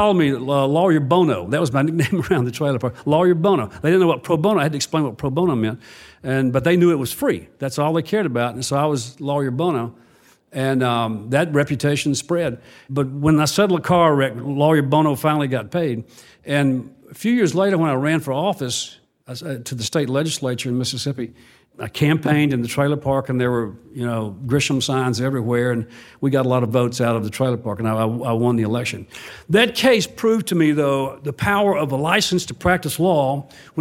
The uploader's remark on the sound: recorded at a recent LSC forum on access to justice